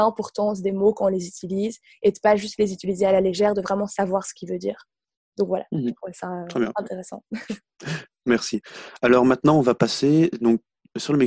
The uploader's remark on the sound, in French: Une émission radio enregistrée en télé-conférence sous les conditions du confinement lié au covid-19. Étudiants à l'Université Saint-Louis.